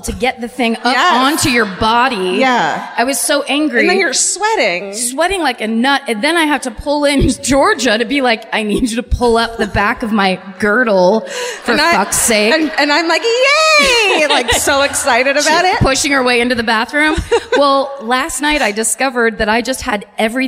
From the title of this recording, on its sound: Live at the Toyota Music Factory in Irving (Texas)